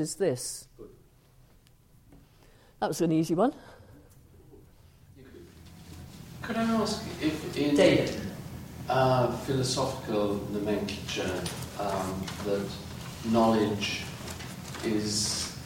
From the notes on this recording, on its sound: engaging in a questions and answers discussion with the audience